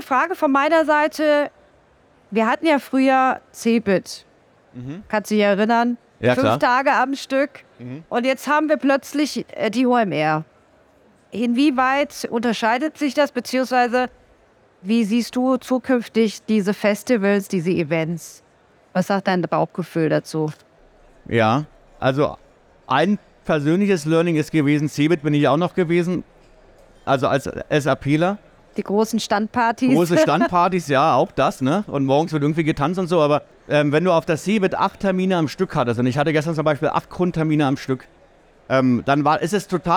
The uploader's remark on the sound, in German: OMR 2023. Live vom SAP Stand in Halle 4.